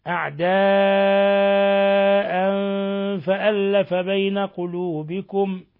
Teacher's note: كنتم أعداء، أعداء فألف مد، هنا أعداء فألف مد متصل، وعندنا يمد من 4 إلى 5 حركات، وعندنا تنوين فتح مع الفاء، إخفاء حقيقي